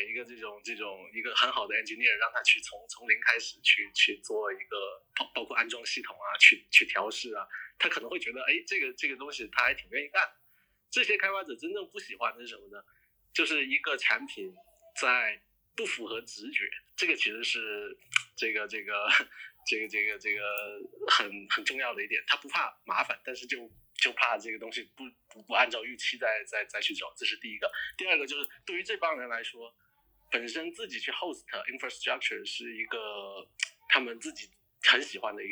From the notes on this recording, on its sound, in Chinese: 中美连线回放。直播非常反馈好，很多人要求回放，索性就上传到播客里，供大家回味。第一次录音效果不是很好，请大家多担待！